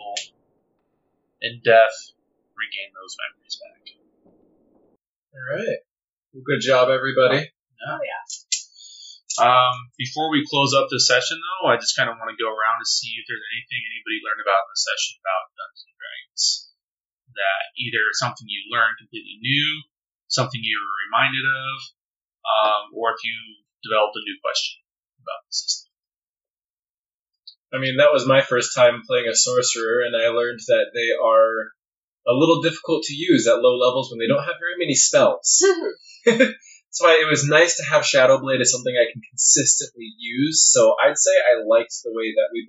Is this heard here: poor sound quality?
yes